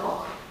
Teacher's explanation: Și oricum, Hoc, din Hoche, recunoașteți deja fenomenul fonetic pe care l-am văzut aici, apocopă, da? Pierde vocala finală